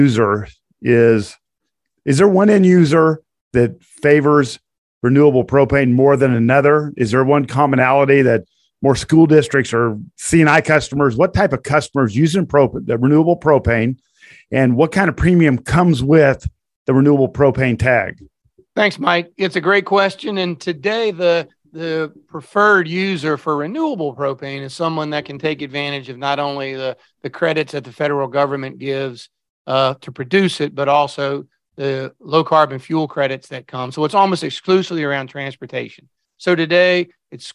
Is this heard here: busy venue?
no